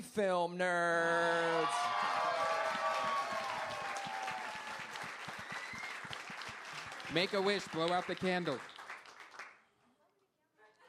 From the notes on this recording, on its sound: Live from LA Podfest 2014!